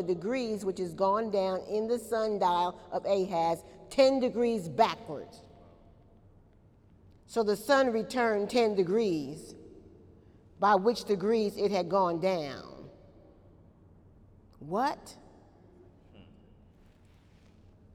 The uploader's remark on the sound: During Wednesday night service on October 7, 2018